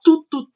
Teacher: bloquear a passagem do ar através da ponta da língua ali que vai se encostar atrás dos dentes superiores · Term: oclusiva dental